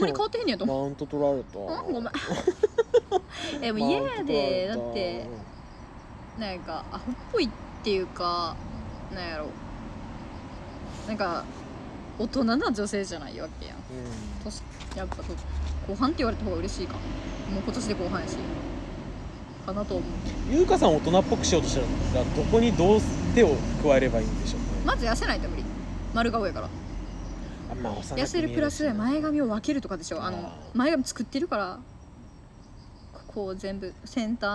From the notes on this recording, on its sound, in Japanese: 夜中の公園と缶チューハイであれこれ。オフラインで会いました。飲みに行った後、公園で話していたところを録音したので聞いてみてください！